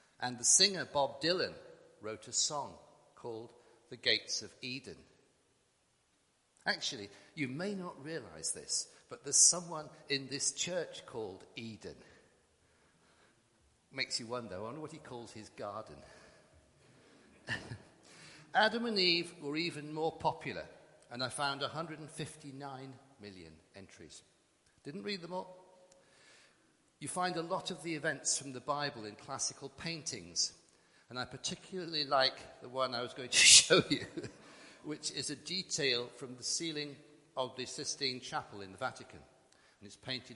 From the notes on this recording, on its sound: Christ Church, Bayston Hill (UK)